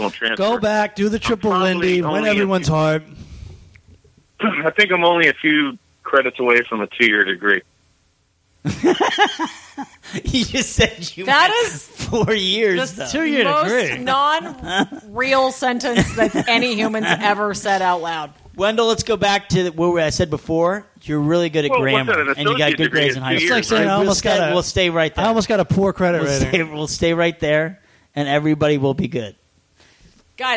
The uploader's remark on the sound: take listeners' phone calls